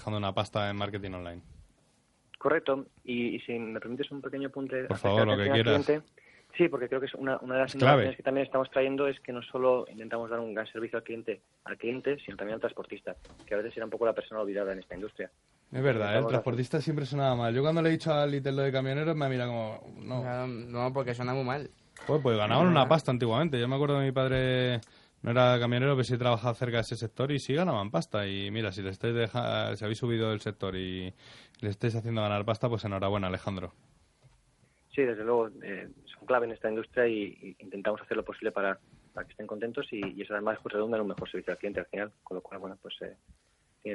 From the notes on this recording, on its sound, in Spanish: que también por teléfono, nos ha contado